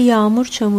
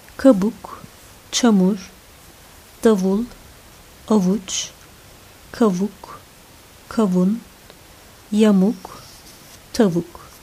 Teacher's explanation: M'nin etkisiyle I düz sesi yuvarlaklaşıp U olur ve yağmur çamur olur ikileme.